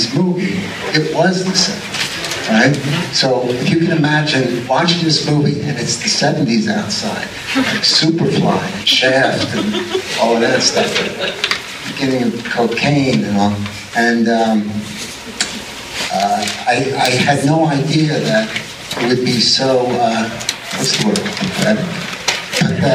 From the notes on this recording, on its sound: An Alamo Drafthouse Q. From a Blue Sunshine Screening and vinyl soundtrack record release party.